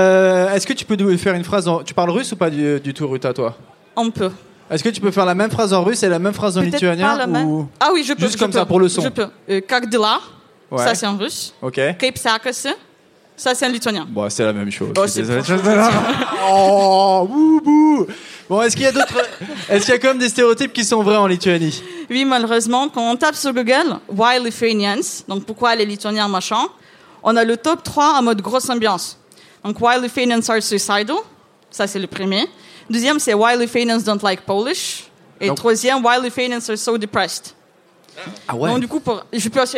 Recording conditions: busy venue